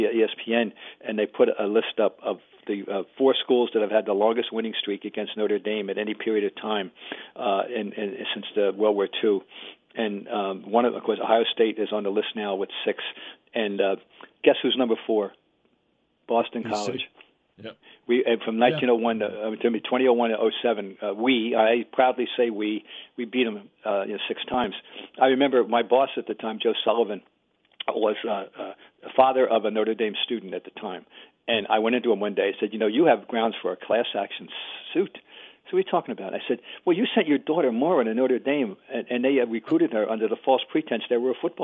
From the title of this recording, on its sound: Calls in Live